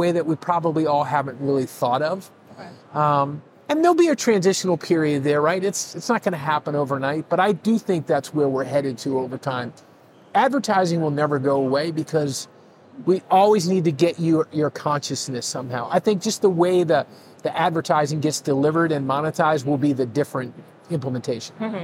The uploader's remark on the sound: Live from Consensus 2023